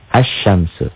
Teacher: Setelah alif lam bertemu shin, alif lamnya tidak dibaca. · Term: alif lam samsiah